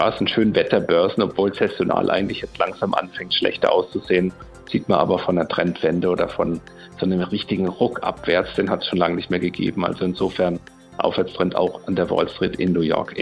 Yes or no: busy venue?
no